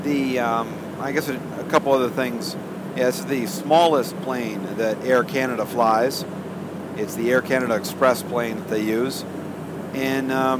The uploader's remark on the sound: Recording on a Noisy Turboprop Plane. A recording on board an Air Canada twin-turboprop Beechcraft 1900-D. It came out okay and I am quite impressed with the Hindenburg Field Recorder app for iOS.